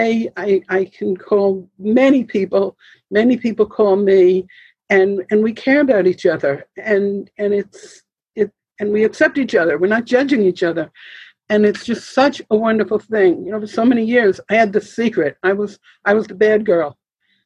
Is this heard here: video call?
yes